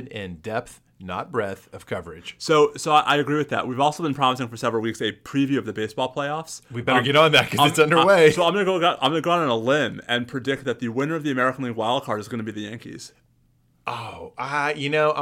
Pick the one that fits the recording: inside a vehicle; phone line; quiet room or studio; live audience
quiet room or studio